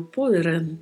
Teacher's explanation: temos que ter atenção com a letra O, que é mais fechada, e com o som da letra D, que não é um som muito marcado, Poran.